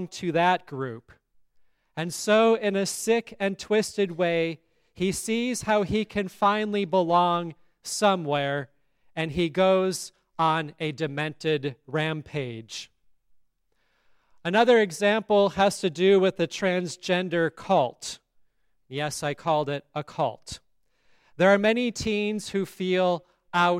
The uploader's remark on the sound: Sermon on All Saints' Day at Grace Lutheran Church, Lexington, MO.